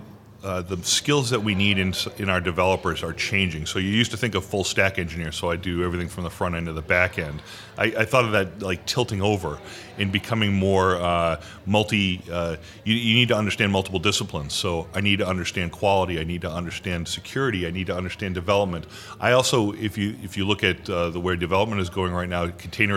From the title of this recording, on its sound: Live From Agile Midwest